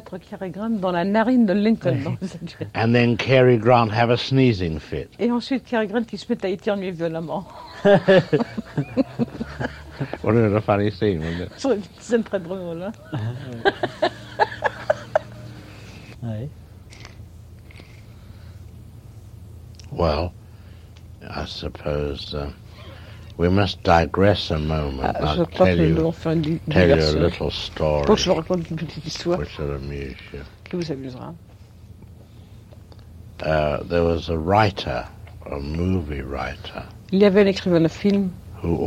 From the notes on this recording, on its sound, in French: Promenade sur la Croisette, à Cannes, lors du festival de 2008.